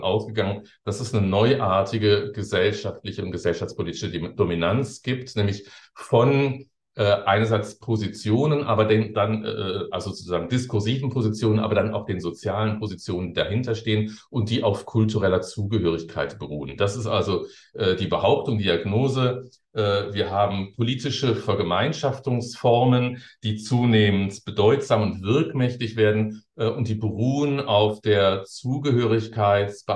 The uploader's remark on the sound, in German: Ein Mitschnitt des digitalen Jour fixe der Assoziation für kritische Gesellschaftsforschung (AkG)